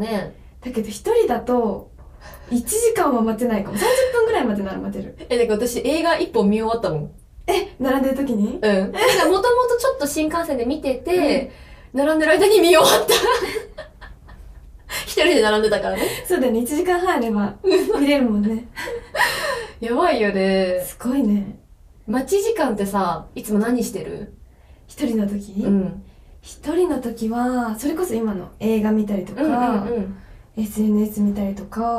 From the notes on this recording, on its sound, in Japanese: 録音状況が悪くてすみません！